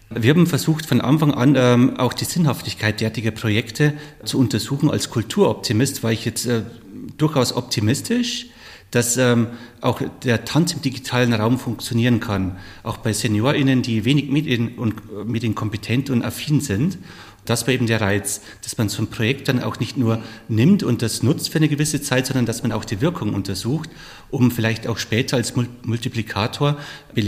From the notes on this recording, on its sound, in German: wurde auf dem DIS-Tanzen Festival im Juli 2022 geführt.